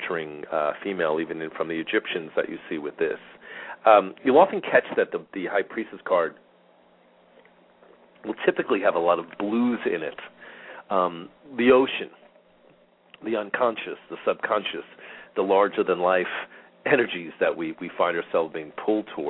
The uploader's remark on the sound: Callers with questions or comments are encouraged to call in live, or to ask questions in the chat room. Halfway through the show the phone lines will open for question and comments.